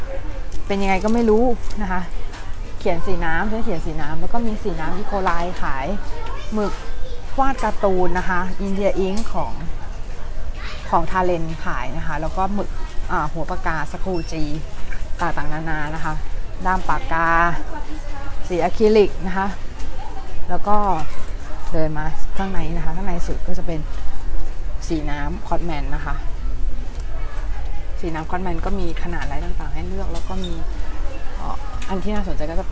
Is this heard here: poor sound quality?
no